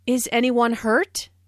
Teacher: This is a yes-no question, so the intonation rises at the end. Notice how this question is asked in a worried way.